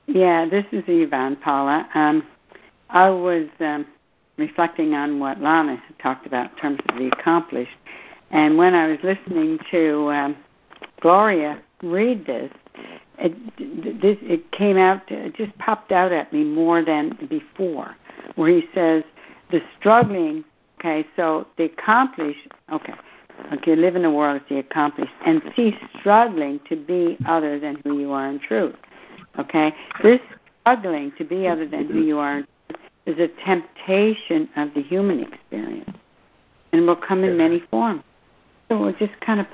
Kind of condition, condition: link, phone line